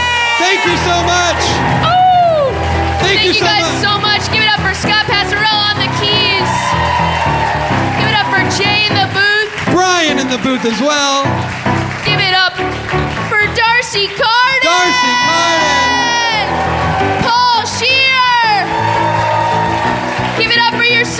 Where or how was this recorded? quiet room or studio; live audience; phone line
live audience